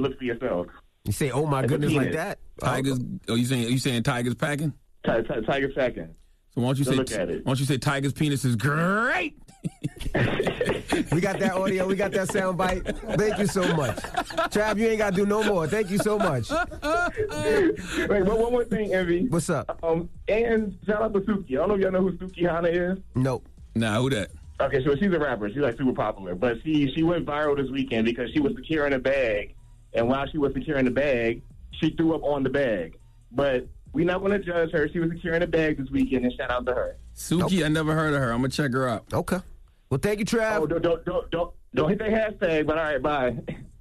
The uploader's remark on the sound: we opened up the phone lines